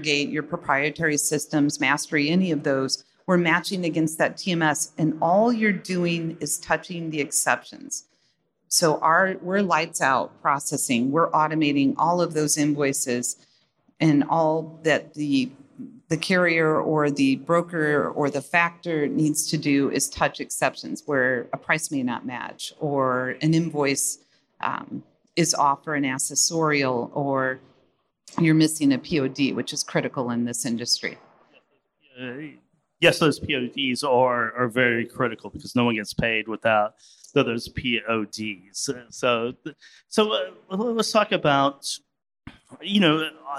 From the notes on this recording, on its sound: in this fireside chat on day 2 of F3